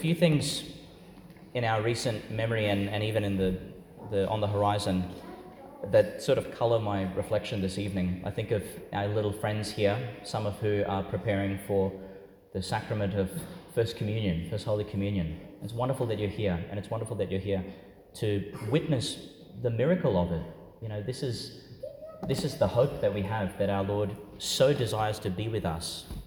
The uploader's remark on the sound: Homily for the Nineteenth Sunday in Ordinary Time, delivered in St Peter Chanel Church, Tannum Sands, Qld.